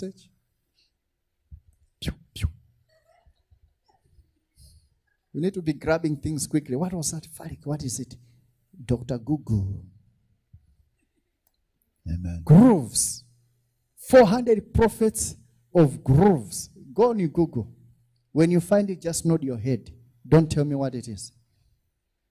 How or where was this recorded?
large echoing room